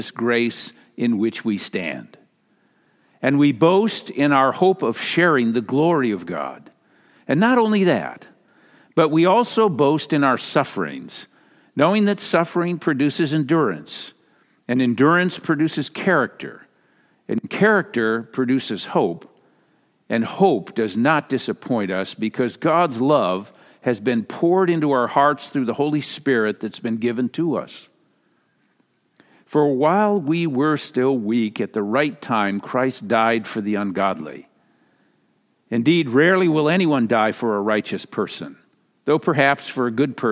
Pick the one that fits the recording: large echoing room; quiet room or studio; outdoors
large echoing room